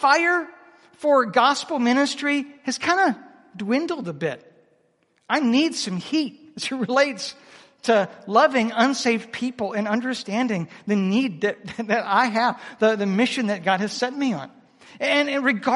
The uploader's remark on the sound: Proclaim Conference 2023 - Seminar 4